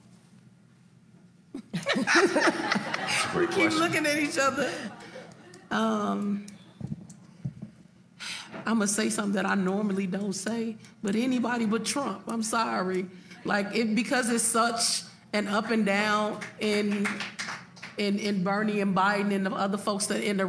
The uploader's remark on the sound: It's the Super Tuesday primaries and caucuses LIVE show with the Chicago Reader at The Promontory in Hyde Park.